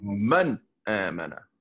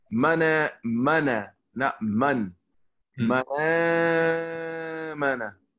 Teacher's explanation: أما بالورش الشيخ نعمل ما يسمى النقل. نقل حركة على همز إلى النون الساكنة ثم نمد الألف · Shown in: second take